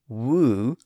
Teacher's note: In fact, if you say woo, you'll notice that there's very little change in the mouth between the initial W sound and the vowel sound that follows it. In that context, the lips are a little bit tighter or more constricted when making the initial W sound, but that's the only real difference.